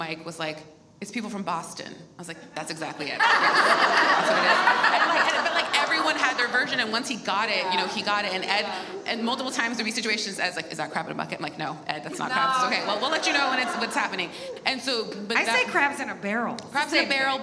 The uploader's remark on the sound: This conversation was originally recorded at ATX TV Festival Season 11 (June 2-5, 2022).